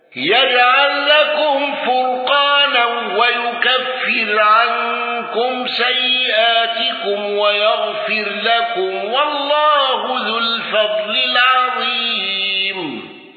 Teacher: الأزرق بالإشباع وقصر البدل وثلاثة العارض